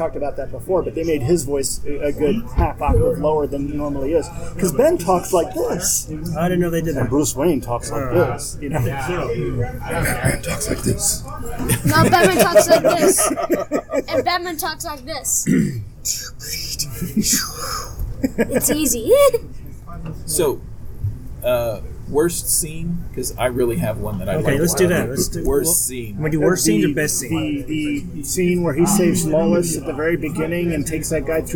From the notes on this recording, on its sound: Our latest show was recorded at Area 51 comics and Games in Grapevine, TX.